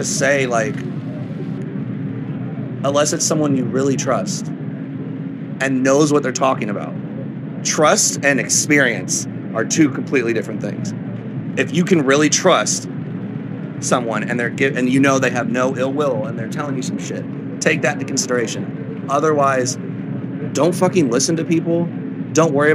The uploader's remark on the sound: LIVE FROM FORBIDDEN KINGDOM. This was filmed on site at Insomniac Event's festival Forbidden Kingdom.